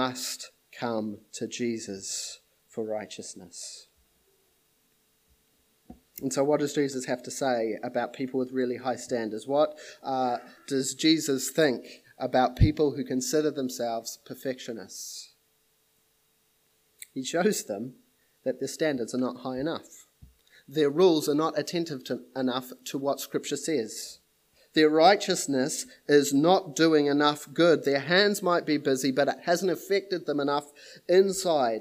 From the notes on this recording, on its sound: This sermon was preached at Papakura Baptist Church on the 24th of January, 2021